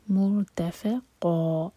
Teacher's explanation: مرتفقا، را ساکن ہیوی، تا لائٹ، فا لائٹ، قاف ہیوی. مرتفقا، قا دو حرکہ لمبا، یہ ہے مد عوض عن التنوین، فتح کی تنوین پر جب بھی رکتے ہیں تو دو حرکہ کھینچ کر رکتے ہیں.